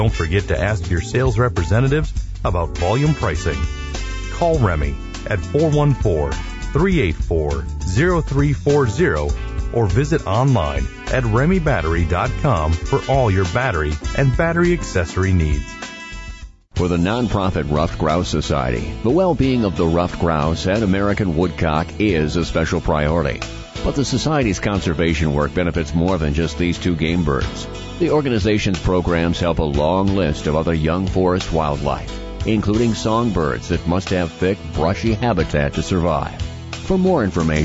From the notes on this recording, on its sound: Calls in from Stockton Island on Lake Superior. Day 1 of a three day camping trip in the Apostle Islands.